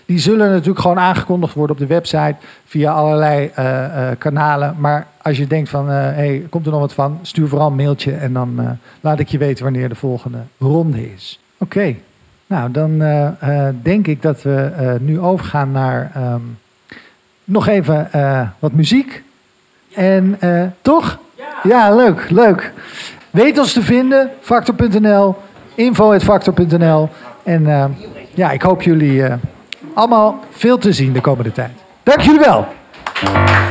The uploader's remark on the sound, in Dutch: In deze eerste aflevering kun je luisteren naar een live opname van de eerste Vaktor open night in de Stadsgehoorzaal in Kampen.